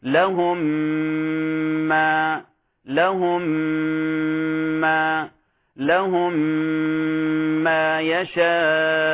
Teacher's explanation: أيضا المثال الآخر قوله تعالى لهم ما يشاءون، لهم ما، لاحظوا أطبقنا عند الميم الأخرى وغن حركتين وبعد ذلك بدأت الميم الأخرى · Term: الإدغام المتماثلين الصغير